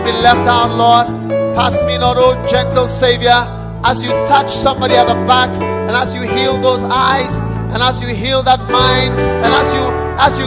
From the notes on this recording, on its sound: Preached at the Korle Gonno Cathedral in 2001.